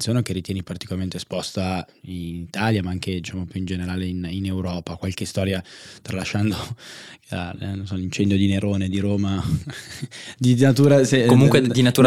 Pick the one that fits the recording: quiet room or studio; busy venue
quiet room or studio